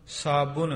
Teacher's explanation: ਹੈ ਧਿਆਨ ਦੇ ਸਹਿਤ ਇੱਦਾਂ ਹੀ ਉਚਾਰਨ ਕਰਨਾ, ਮੈਲੂ ਕੀਨੂ ਸਾਬੁਨ, ਬੱਬੇ ਦੀ ਔਂਕੜ ਦੀ ਆਵਾਜ਼ ਦੇ ਸਹਿਤ, ਸਾਬਣ ਸਿੱਧਾ ਨਹੀਂ ਕਹਿਣਾ, ਨੰਨੇ ਦੇ ਨਾਲ ਉਚਾਰਨ ਹੈ